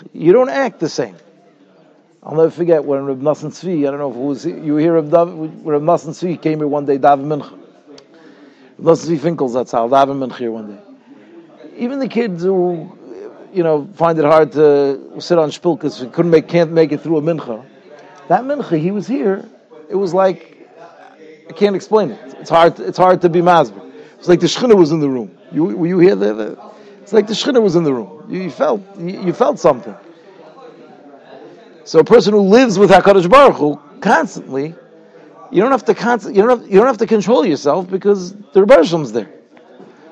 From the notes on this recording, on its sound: Shiur recorded in Yeshivas Ohr Reuven, Monsey, NY.